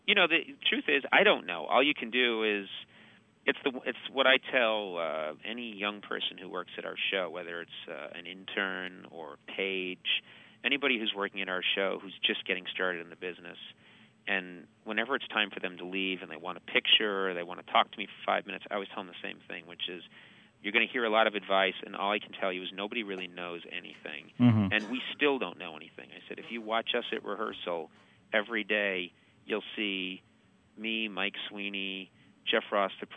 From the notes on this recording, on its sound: Phoned up the TV Talk Machine.